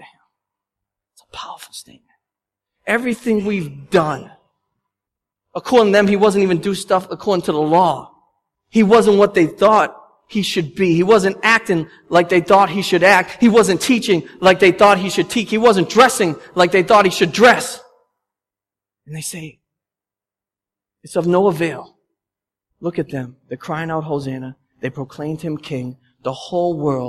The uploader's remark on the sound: The sermon audio from our Palm Sunday service. At Restoration Road Church in Wakefield, Massachusetts.